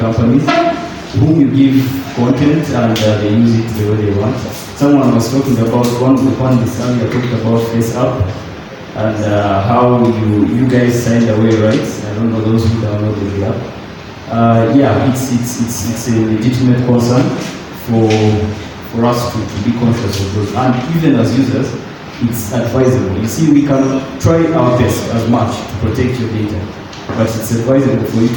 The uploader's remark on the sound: This is an interactive conversation from the fourth panel at #WLS2019 Kampala, Uganda.